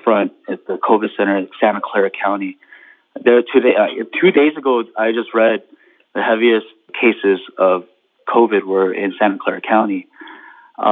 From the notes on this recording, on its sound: Jump on an impromptu conference call to check in on each other.